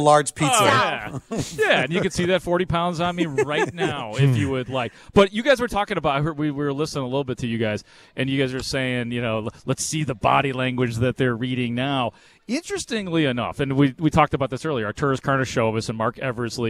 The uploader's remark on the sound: live from the Advocate